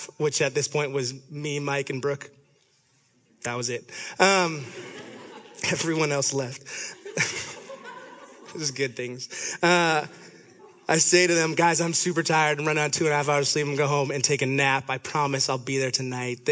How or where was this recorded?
live audience